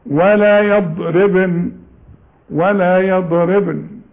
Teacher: النون اوعى تغنها اللي عليها الفتحة